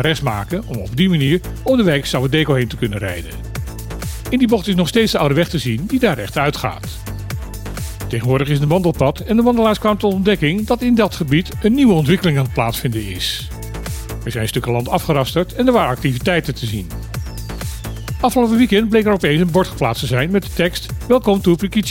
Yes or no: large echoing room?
no